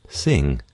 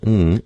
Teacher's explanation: The sound ng is a nasal sound, meaning the sound travels through the nose just like the other nasals we've met, M and N, M and N. · This sound is made with the back of the tongue in contact with the soft palate, blocking the sound from exiting out the mouth. · Term: voiced velar nasal